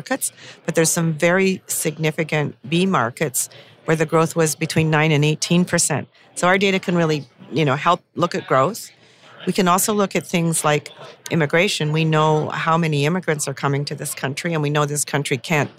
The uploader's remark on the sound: Recorded at the Toronto Real Estate Forum